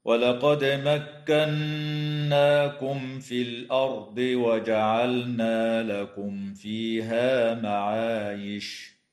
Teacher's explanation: يقلقل الدال في كلمة ولقد، وتغن النون المشددة في كلمة مكناكم، وتظهر الميم الساكنة عند الفاء في قوله تعالى: مكناكم في، وكذا في قوله تعالى: لكم فيها، وتظهر لام الفعل في كلمة وجعلنا، ويجوز الوقف على كلمة معايش من قبيل الوقف الكافي.